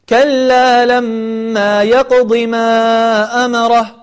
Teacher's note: في قول الله سبحانه وتعالى كلا لما يقضي ما أمره، نلاحظ أن كلمة يقضي هي ياء وقاف وضاد، والضاد هذه مكسورة وليست ياء، وليست ياء